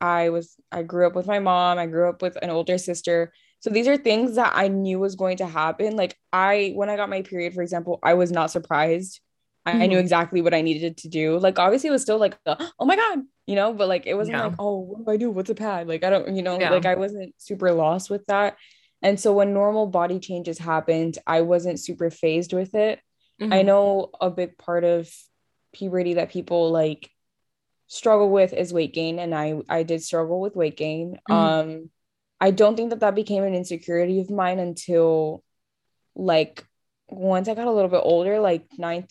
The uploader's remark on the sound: This was a virtual call between. Please excuse the quality of the audio!